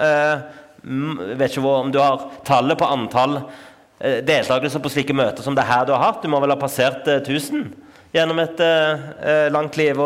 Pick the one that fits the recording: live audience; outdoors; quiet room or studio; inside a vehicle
live audience